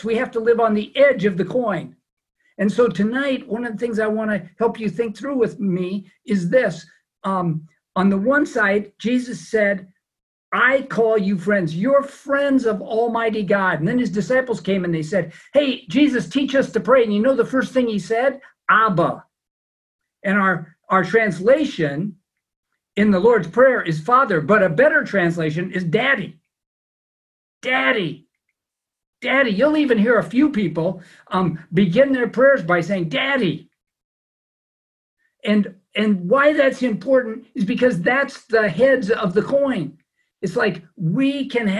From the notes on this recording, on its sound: It's also our first teaching via Zoom during a time of social distancing.